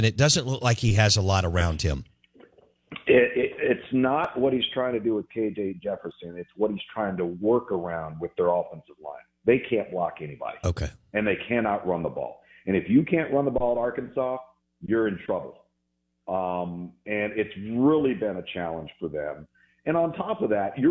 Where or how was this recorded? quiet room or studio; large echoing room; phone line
phone line